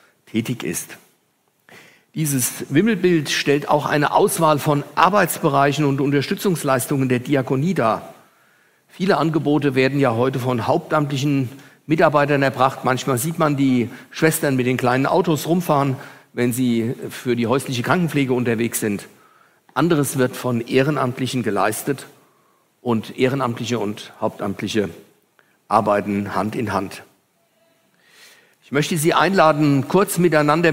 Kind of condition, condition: setting, large echoing room